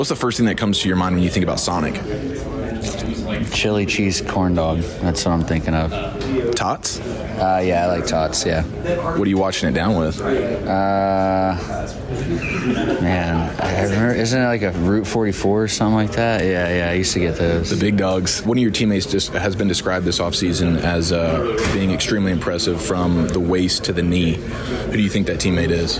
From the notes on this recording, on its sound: Live from Spring Training.